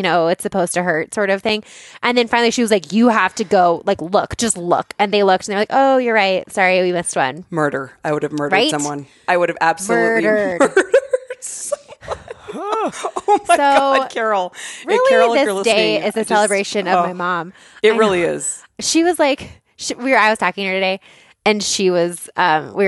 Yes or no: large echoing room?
no